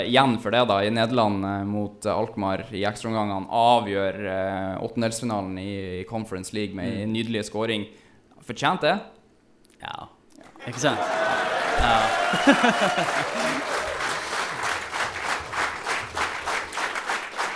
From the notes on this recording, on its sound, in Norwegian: Kick Off LIVE fra Sinus i Bodø. Tusen takk til dere som tok turen til Sinus.